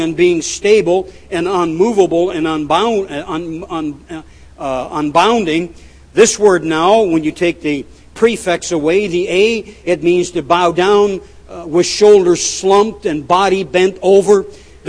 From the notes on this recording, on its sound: at The People’s Church of Somerville, NB